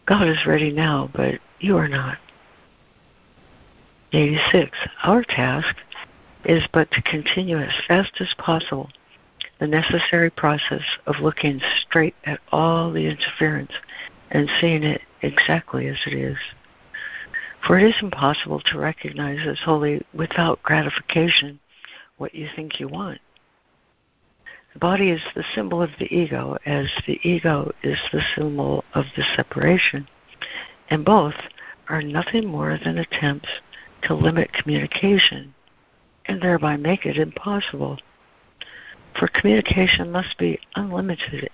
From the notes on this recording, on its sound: ACIM Daily Conference Call